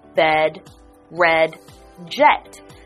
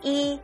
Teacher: It's not E, it's a eh. So your jaws relax, your tongue is almost sticking out, and you have a eh sound. · Shown in: first take